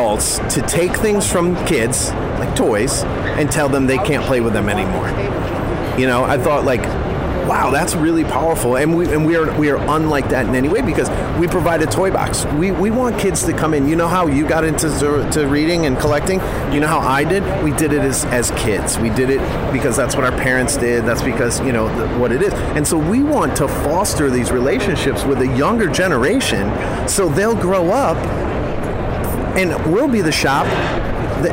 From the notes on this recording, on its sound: the episode we recorded during Toy Fair 2019 at the Jacob K Javits Center in New York City